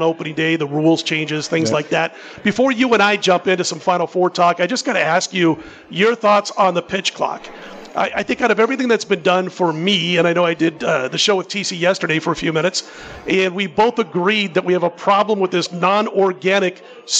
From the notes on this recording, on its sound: Live From Super Book at Westgate.